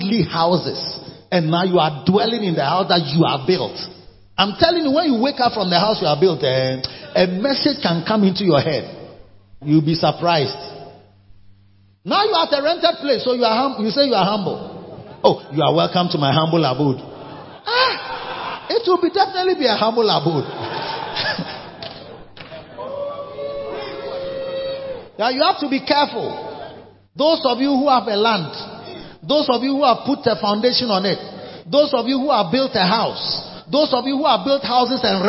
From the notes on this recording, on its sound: Preached at the Victory Secrets Service - Makarios Cathedral, HQ. Preached at the Victory Secrets Service - Makarios Cathedral, HQ.